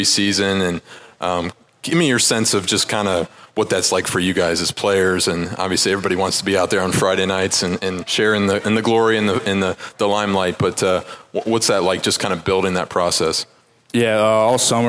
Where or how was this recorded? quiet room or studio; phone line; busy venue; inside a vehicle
busy venue